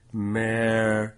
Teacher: First, with an alveolar approximant, mary, which I almost made a fricative, and then mary, mary.